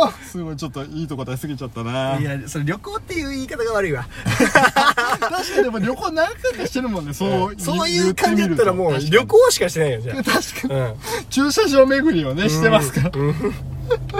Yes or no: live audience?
no